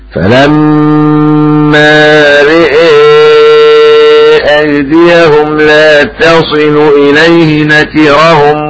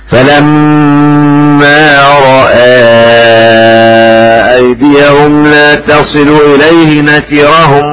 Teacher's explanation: فأمال الراء والهمزة شعبة وفتحهما حفص · Term: الإمالة